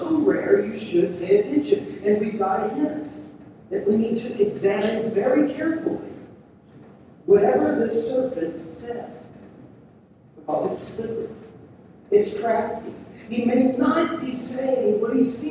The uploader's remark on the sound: We're sorry for the poor sound quality.